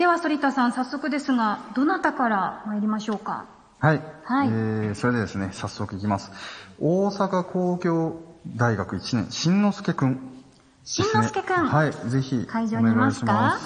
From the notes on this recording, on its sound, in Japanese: 常翔ホール公開収録。